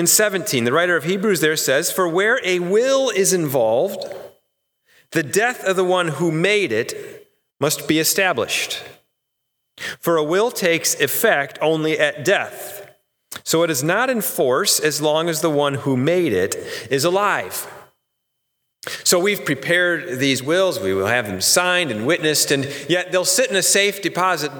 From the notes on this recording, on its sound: Sermon recorded live AT HOLLAND FMC on 10/4/2020! The service was held indoor with many adjustments to provide a safe experience.